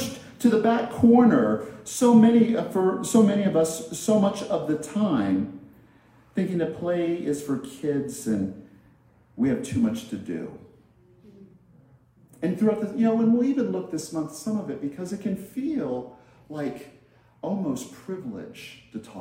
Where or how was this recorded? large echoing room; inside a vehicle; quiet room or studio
large echoing room